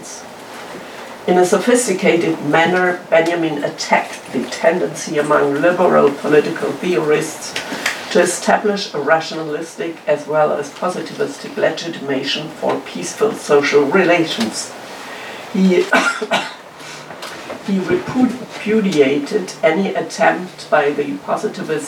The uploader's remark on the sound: A talk delivered at the Hannah Arendt Center.